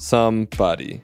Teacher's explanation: So stress is on some. Stress is on some.